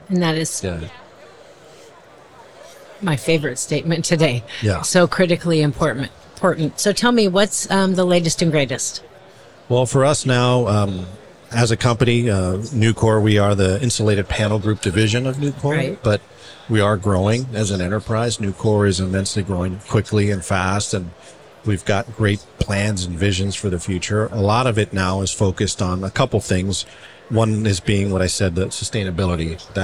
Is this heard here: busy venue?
yes